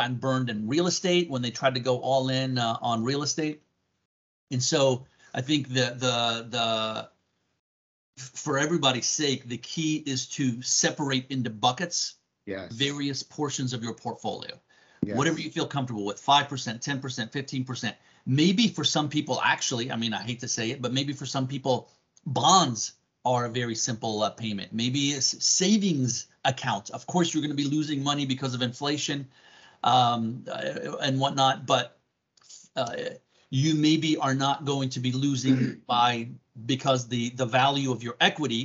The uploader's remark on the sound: Zoom Interview